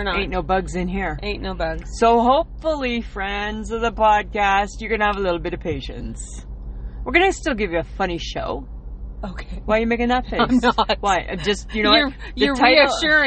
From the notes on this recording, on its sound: We are at the lake and had to go old school and recorded it directly to podbean.